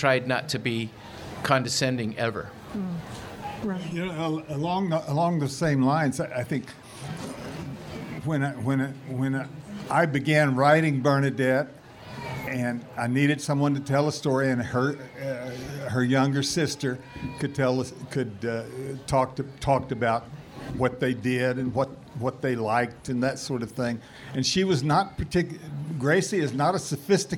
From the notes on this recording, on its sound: A session from the 2019 Festival of Books curated by Pima County Public Library’s Nuestras Raices.